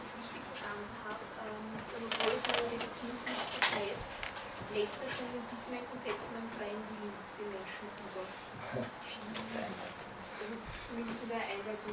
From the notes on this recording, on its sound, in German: Diese Vorlesung wurde von Studierenden der Uni Wien im Wintersemester 2011 aufgenommen